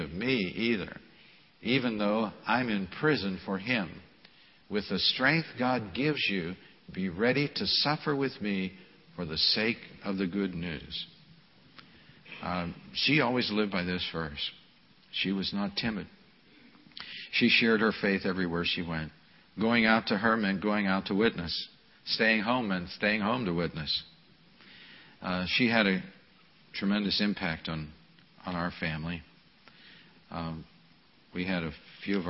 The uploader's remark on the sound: This message was delivered at the Memorial service